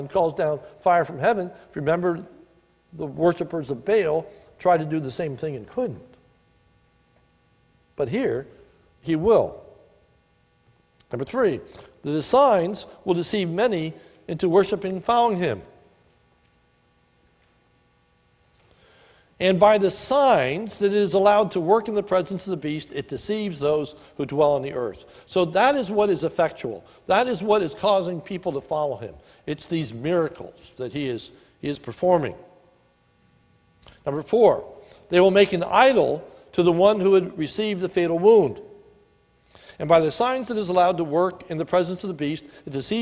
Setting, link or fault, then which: setting, large echoing room